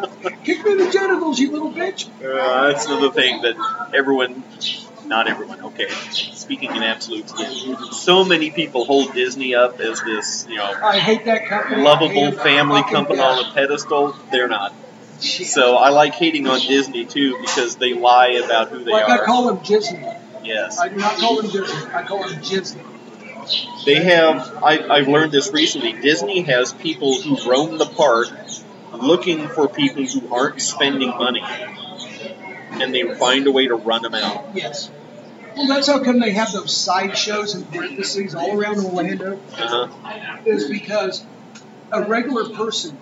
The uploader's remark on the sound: live from the city market!